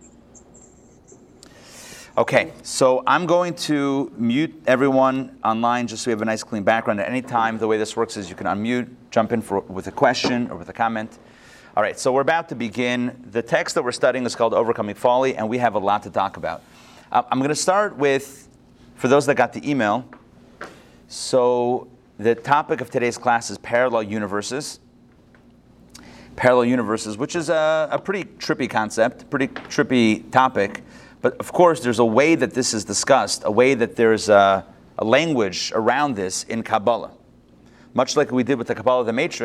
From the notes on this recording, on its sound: Recorded live at the Intown Jewish Academy on January 2, 2022